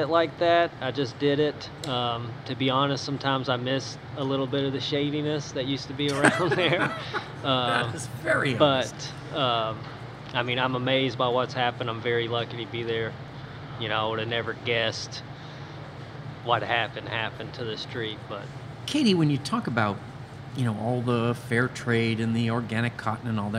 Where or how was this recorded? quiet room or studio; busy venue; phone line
busy venue